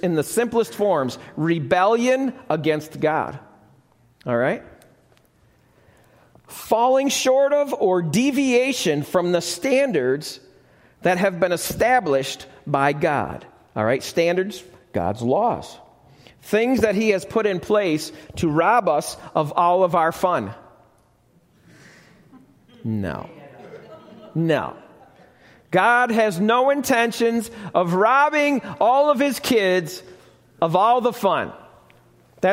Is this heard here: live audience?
yes